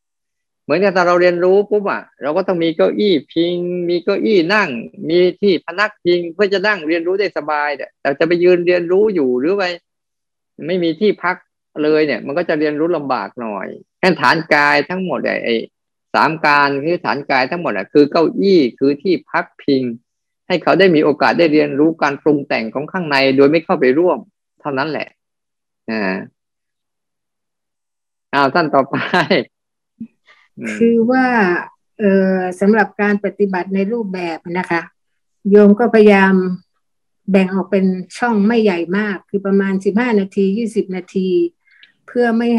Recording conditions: video call